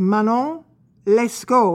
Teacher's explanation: So having said that, Manon uses the French nasal vowel on. The T is not pronounced in Lescaut, nor is the AU pronounced as AU, but is pronounced as though it were an O alone.